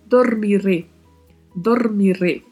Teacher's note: O O fechado, o R com vibrato e a letra E também fechada